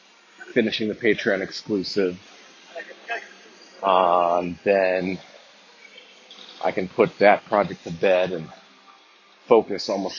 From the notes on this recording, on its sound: Track and field training in the background provides some interesting sound effects.